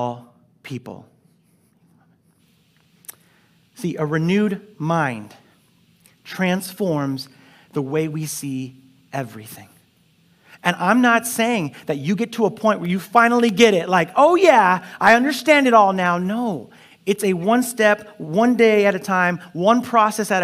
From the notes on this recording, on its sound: Delivered on 29 August 2021 at Grace Church of La Verne . Delivered on 29 August 2021 at Grace Church of La Verne .